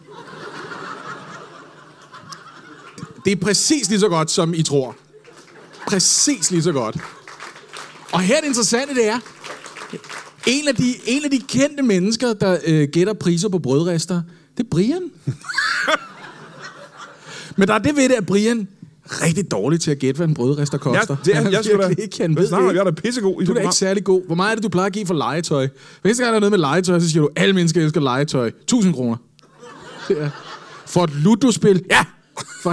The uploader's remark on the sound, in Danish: LIVE fra Comedy Zoo i Aarhus